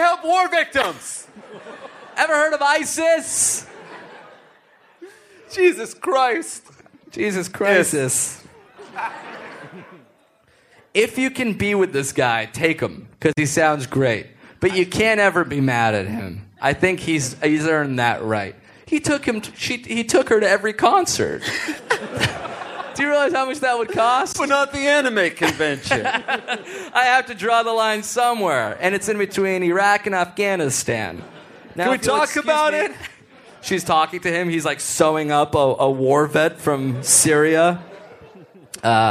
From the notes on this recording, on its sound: Live From Toronto! Live from Just For Laughs comedy fest in Toronto!